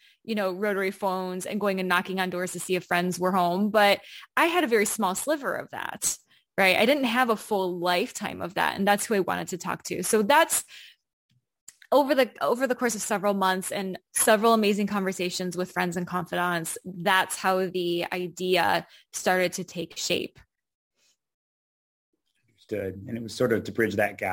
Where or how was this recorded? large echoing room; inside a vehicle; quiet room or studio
quiet room or studio